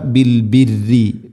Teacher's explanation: ബിൽ ബിരി തർഖീഖാണ് ചെയ്യേണ്ടത് ശദ്ദുണ്ടെങ്കിലും